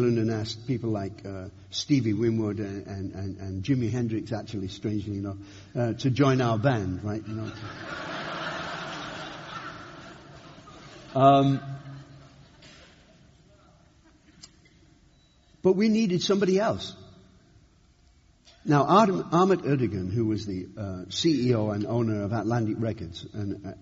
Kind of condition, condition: setting, live audience